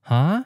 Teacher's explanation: some particles used to express certain moods, like the surprise sound, huh, which you just made, since they have a special higher than normal rising pitch, some people will use the ninth tone mark to write this sound.